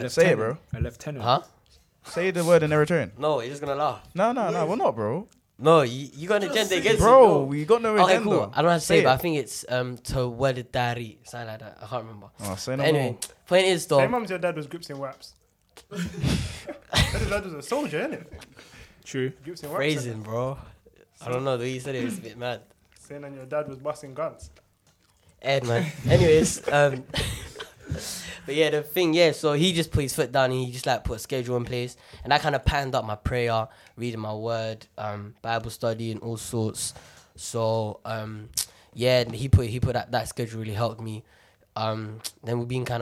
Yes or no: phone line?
no